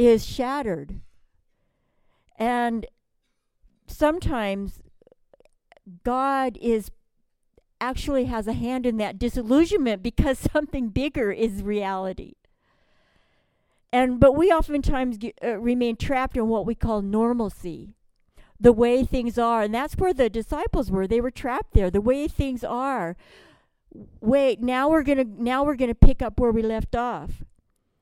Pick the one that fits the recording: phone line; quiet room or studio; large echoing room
large echoing room